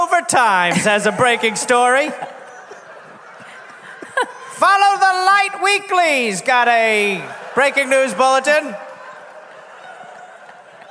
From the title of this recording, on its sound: Live in LA